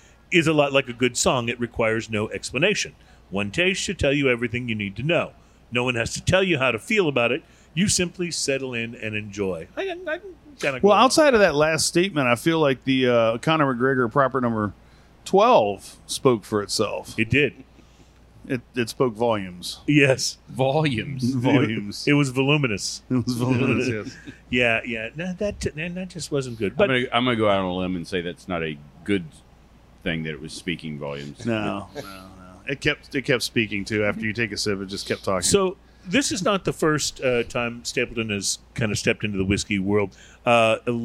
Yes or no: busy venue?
yes